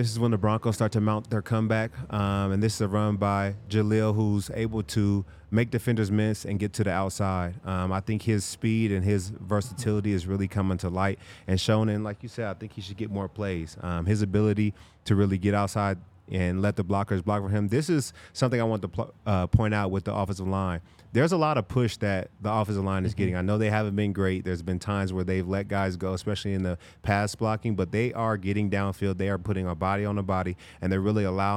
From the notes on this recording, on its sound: coming to you LIVE from the DNVR Bar